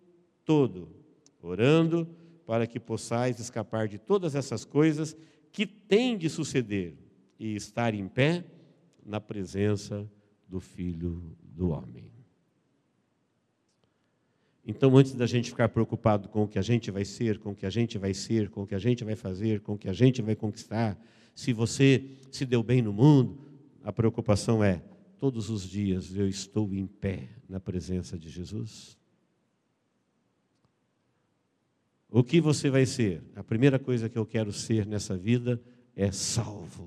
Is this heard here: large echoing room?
yes